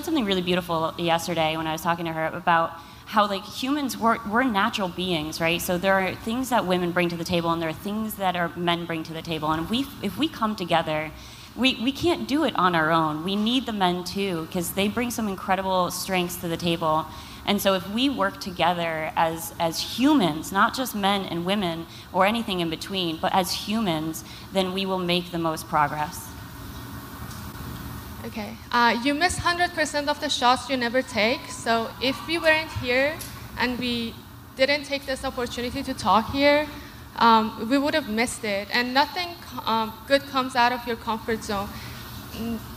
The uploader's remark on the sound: We had the honor of being on a panel with some awesome ladies at NFT.NYC 2022 & we thought we should share some snippets from our conversation. The panelists share their main takeaways with the audience.